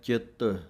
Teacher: ਚਿੱਤ ਪਾਠ ਵੀ ਕੱਸ ਕੇ ਬੋਲਣਾ ਹੈ ਅੱਧਕ ਦੇ ਨਾਲ